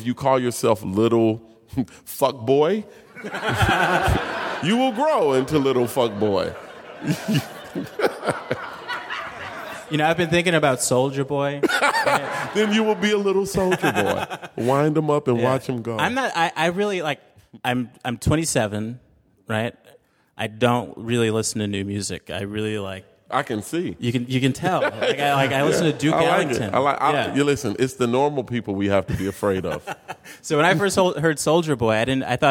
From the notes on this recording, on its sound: LIVE!! at the Chicago Podcast Festival. Recorded November of 2016 at the Chicago Podcast Festival.